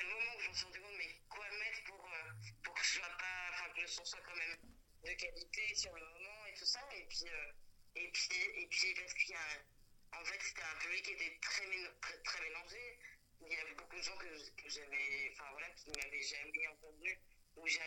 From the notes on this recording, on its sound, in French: Dans une interview téléphonique avec Pod'Arcès.